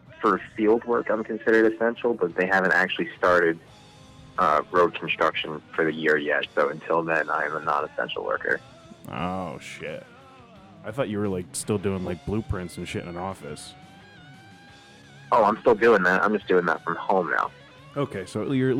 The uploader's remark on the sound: Alone at home. Join as co-hosts on the phone.